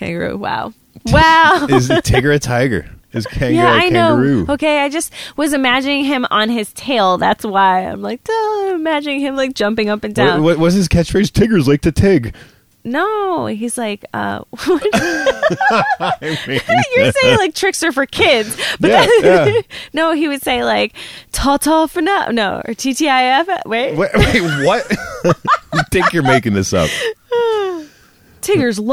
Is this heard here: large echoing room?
no